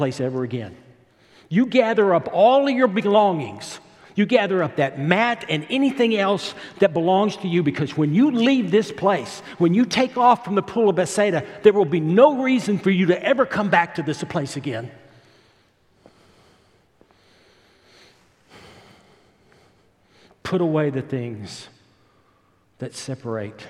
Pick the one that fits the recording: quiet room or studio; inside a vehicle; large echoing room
large echoing room